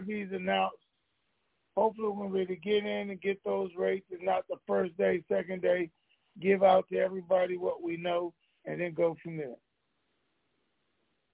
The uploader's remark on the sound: TNTSuperfantastic Conference Call.